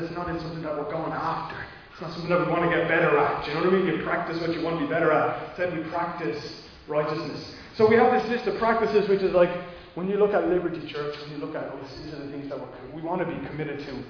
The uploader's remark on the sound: Recorded live in Liberty Church on 5 December 2021